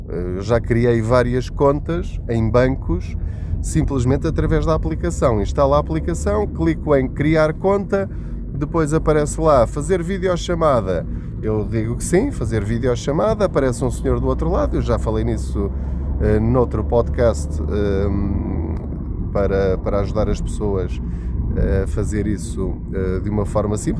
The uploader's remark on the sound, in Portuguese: Não ligue aos barulhos da viagem.